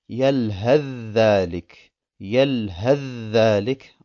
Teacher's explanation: das Tha verschwindet ganz · Term: Idgham